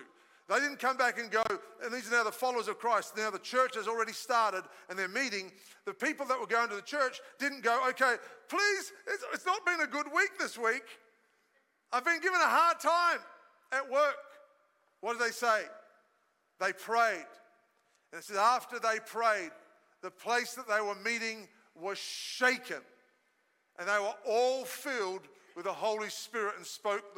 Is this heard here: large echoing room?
yes